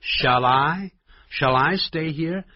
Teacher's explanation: ShallI？注意到要用连音呢，不要念 shallI， shall 舌尖抵上去，跟 I 这个元音就自动产生连接。